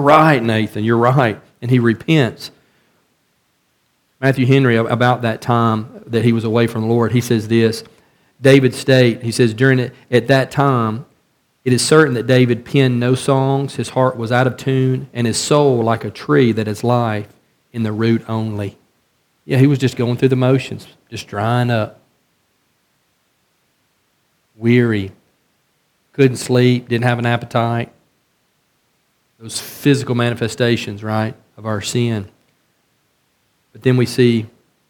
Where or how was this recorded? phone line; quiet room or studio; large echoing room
large echoing room